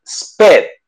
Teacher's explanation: Normalmente cuando la T está al final, e incluso algunas veces pones como que pones la lengua donde vas a decir la T, pero no sueltas todo el aire.